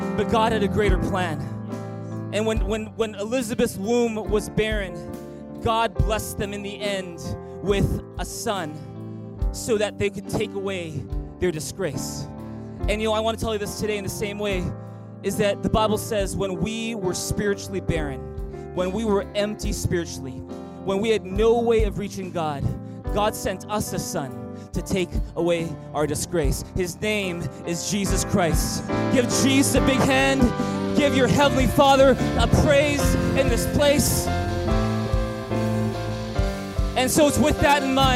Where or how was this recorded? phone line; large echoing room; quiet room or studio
large echoing room